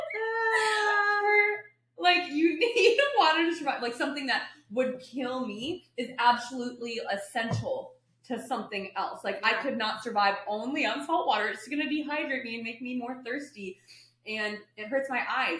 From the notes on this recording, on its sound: We apologize for the audio issue at the end of the video. We're working on fixing any technical difficulties and appreciate your patience.